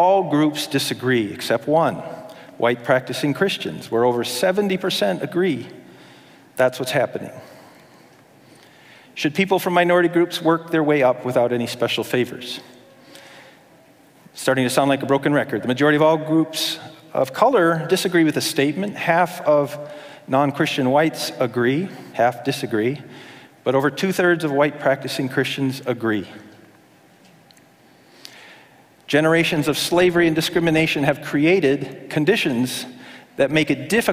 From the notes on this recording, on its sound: talk from the Evangelical Covenant Church's national Midwinter 2022 conference